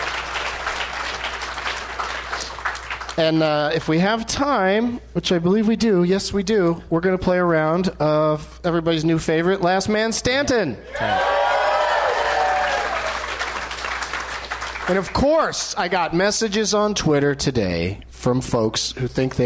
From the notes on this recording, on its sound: Live from the Helium Comedy Club in Portland, OR